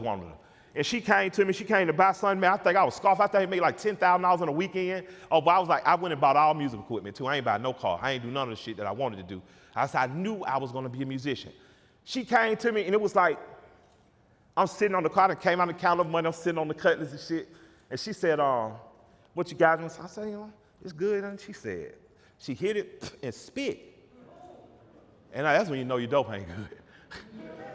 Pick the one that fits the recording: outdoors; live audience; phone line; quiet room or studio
live audience